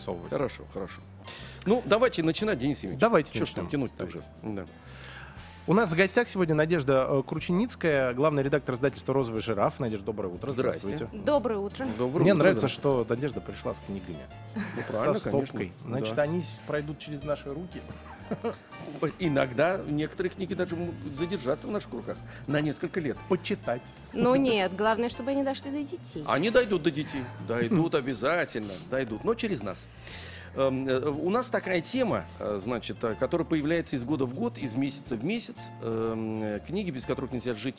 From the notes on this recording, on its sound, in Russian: специальный выпуск шоу "Хочу все знать" с Московской международной книжной выставки-ярмарки на ВДНХ